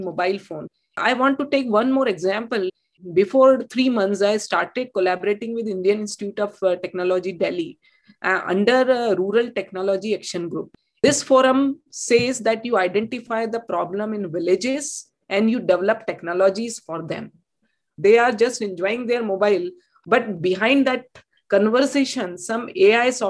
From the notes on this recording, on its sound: Meetings over desktop videoconferencing technology are the norm, in fact, we've recorded this series remotely.